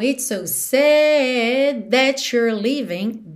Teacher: Esse sad fica alongado, porque a gente tem várias notas aqui de melodia.